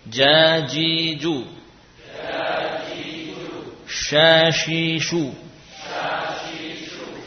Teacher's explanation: Jadi tiga huruf ini, jim, shin, dan ya, berasal dari tengah-tengah lidah.